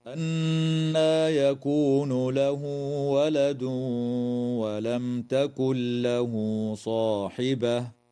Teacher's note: قوله تعالى: أنى يكون له ولد ولم تكن له صاحبة، تغن النون المشددة من كلمة أنى، وتوصل الهاء في قوله تعالى له ولد، وفي قوله تعالى له صاحبة بواو تمد بمقدار حركتين وصلا · وتظهر الميم الساكنة عند التاء في قوله تعالى ولم تكن · وتدغم النون الساكنة في اللام من غير غنة في قوله تعالى تكن له · ويدغم التنوين في الواو مع الغنة في قوله تعالى ولد ولم